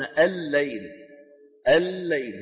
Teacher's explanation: العرب تدغم اللام في اللام فيقولون الليل الليل · Term: المتماثلين